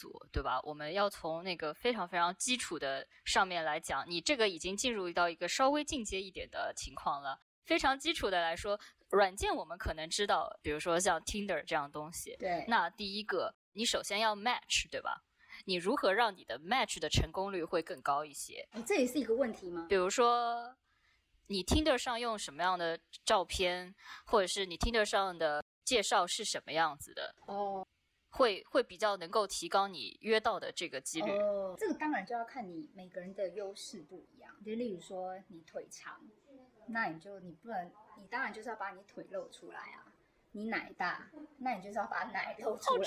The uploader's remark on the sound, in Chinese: 本期录音环境不佳。